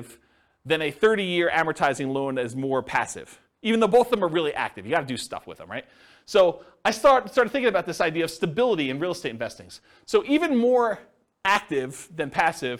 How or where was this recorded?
live audience